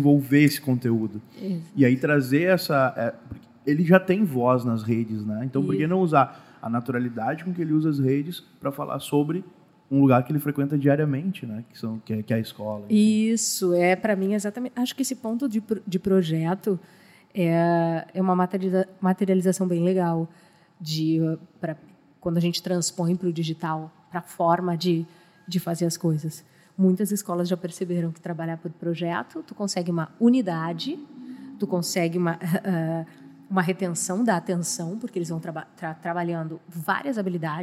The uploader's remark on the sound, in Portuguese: gravada diretamente do Seminário de Matrículas 2023